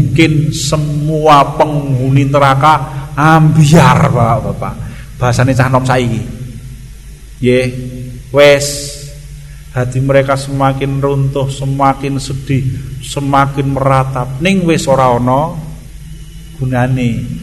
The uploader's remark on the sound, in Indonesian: Rekaman Kajian Majelis Pengajian Islam Ihyaa'ul Quluub. Di Masjid Al Aman Sidoarum Godean Sleman. Yang diselenggarakan oleh FKAM Yogyakarta dan Takmir Masjid Al Aman.